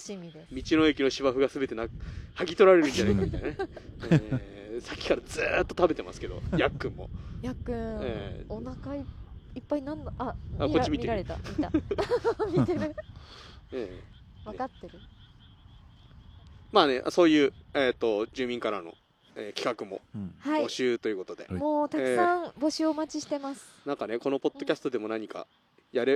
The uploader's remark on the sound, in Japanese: 屋外での収録のため、風の音やカエルの鳴き声等で御聞き苦しいところがあると思いますがご了承ください。益子のリアルな音を体感していただくため、あえてBGMを入れていません。